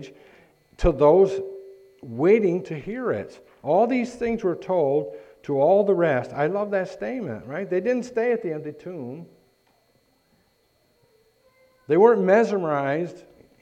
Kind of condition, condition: setting, large echoing room